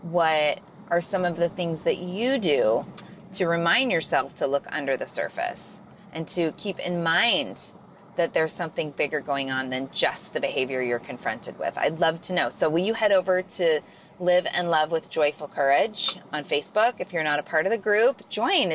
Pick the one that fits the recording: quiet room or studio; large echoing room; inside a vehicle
inside a vehicle